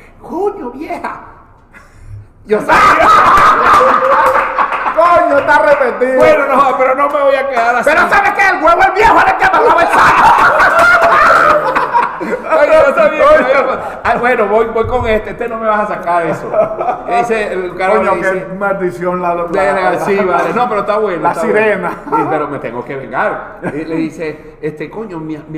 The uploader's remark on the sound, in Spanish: Techo Tres es un programa grabado en vivo.